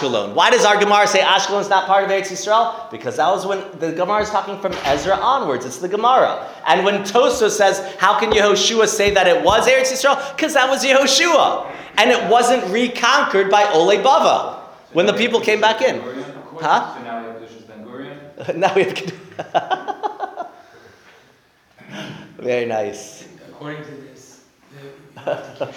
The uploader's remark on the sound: Recorded live at The Torah Center ATL on October 29, 2023